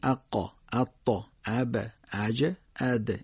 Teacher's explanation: خب مثلا صفت قلقله، میدونید حروف قطب و جد یعنی قاف تا با جیم دال، اینها قلقله دارن، یعنی باید یه حرکت کوتاهی به این حروف بدیم تا اینها خوب شنیده بشن